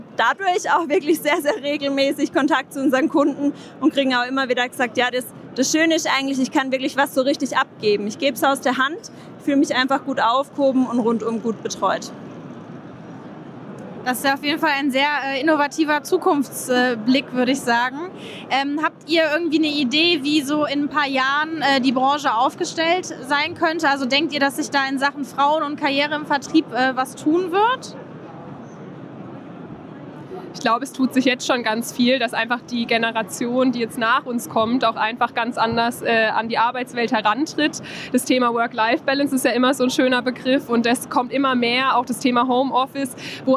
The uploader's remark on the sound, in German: aufgezeichnet auf der diesjährigen DKM